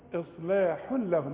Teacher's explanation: إصلاح لهم تنوين وبعد لام إدغام كامل بدون غنة